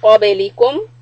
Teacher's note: raise the back of the tongue for قبلكم